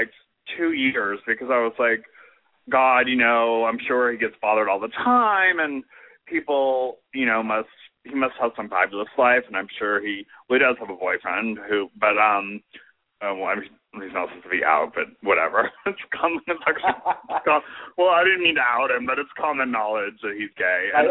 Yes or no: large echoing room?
no